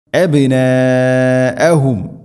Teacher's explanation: മദ് മുത്തസിൽ, മദ്ദിൻ്റെ അക്ഷരമായ അലിഫിന് ശേഷം ഹംസ അതേ പദത്തിലാണ് ഉള്ളത്. നിർബന്ധമായിട്ടും നാലോ അഞ്ചോ ഹർക്കത്തിൻ്റെ ഖദറിൽ നീട്ടണം.